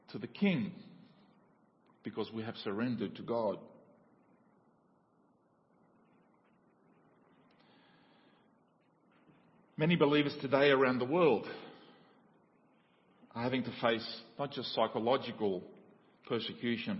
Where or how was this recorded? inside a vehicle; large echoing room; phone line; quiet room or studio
large echoing room